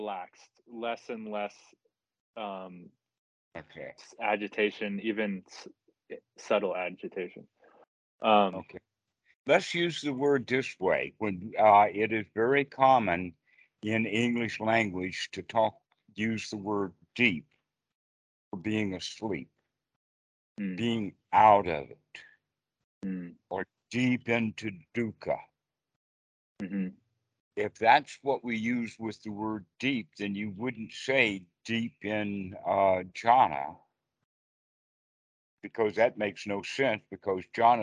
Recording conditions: video call